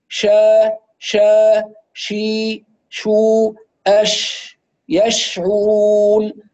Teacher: فالتفشي في الشين انتشار للهواء داخل الفم